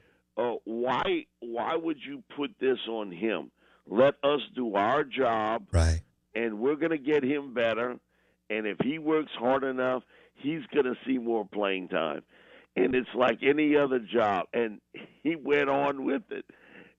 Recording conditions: phone line